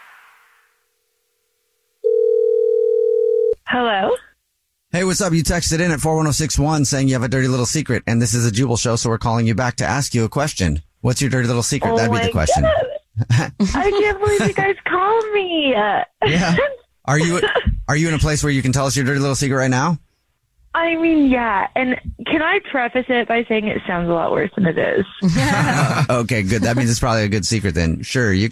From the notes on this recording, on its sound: There is a woman on the phone